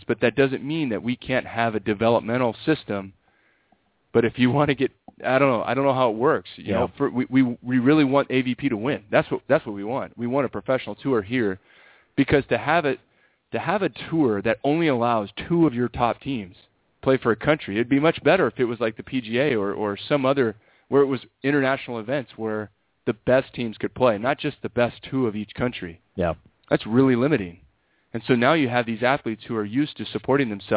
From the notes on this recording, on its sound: called in from Russia